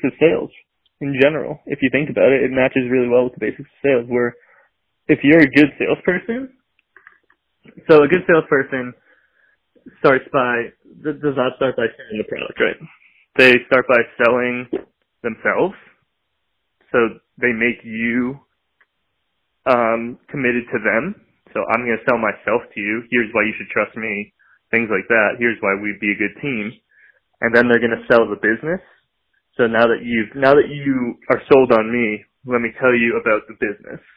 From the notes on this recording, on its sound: have a phone call